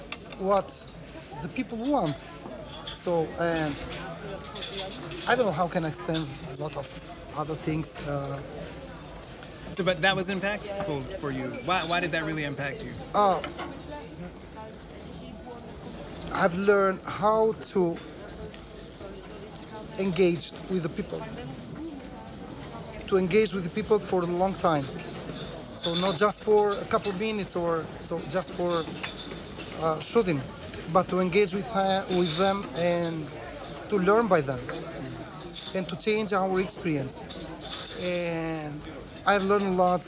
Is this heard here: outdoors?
yes